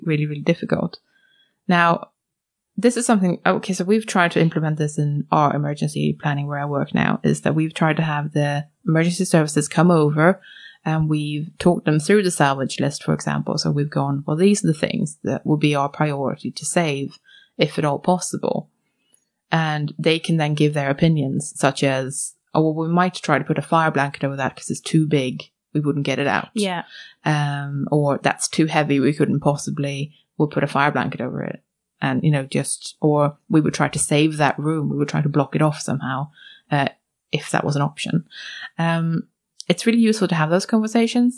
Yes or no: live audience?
no